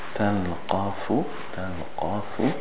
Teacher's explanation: The qaf, you want to make it all the way in the back of the tongue, behind the calf. This is your tongue, calf is here, qaf is behind the stick.